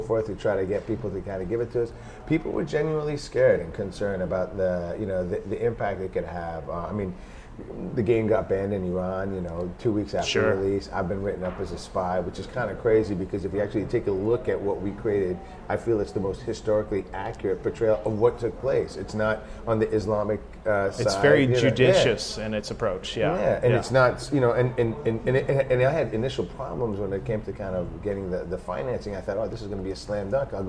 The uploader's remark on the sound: Interview recorded at GDC 17.